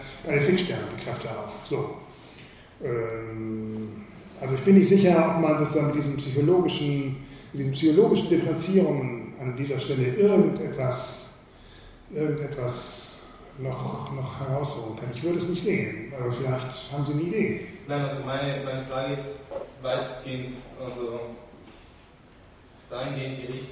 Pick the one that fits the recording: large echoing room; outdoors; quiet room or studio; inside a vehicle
large echoing room